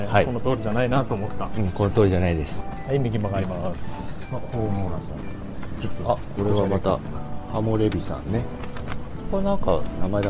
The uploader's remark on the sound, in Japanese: 浅草橋駅の北側の神社を巡ります。屋外ロケのためお聞き苦しいところがございますがご勘弁ください。今、浅草橋駅の東口。